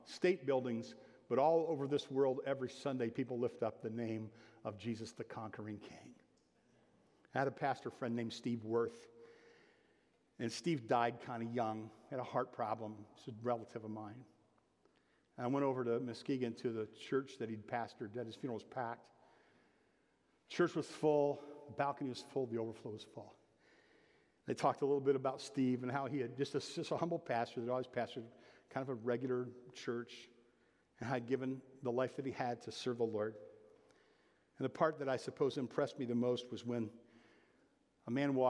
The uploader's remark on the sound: (Sermon) Audio. Bethel Church–Jackson.